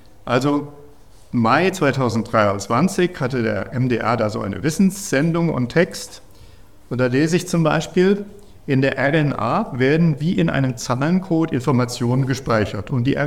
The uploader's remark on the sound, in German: Dieser Vortrag wurde bei der Langen Nacht der Wissenschaften in Halle gehalten.